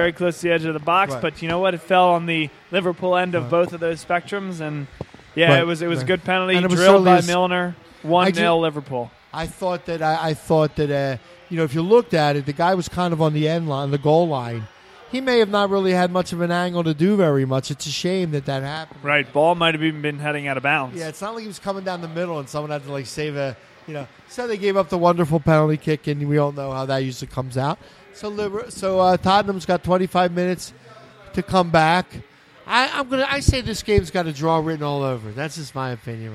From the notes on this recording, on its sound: Vuvu Soccer is live from Villa Capri in Doylestown!